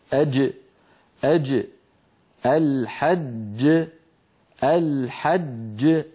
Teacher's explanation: أما الجيم فنرى مخرجها أمامنا من وسط اللسان كما نرى، ومن وسط الحنك الأعلى هكذا كما نرى في الصورة. ولاحظوا بارك الله فيكم بأن المخرج مقفول تماما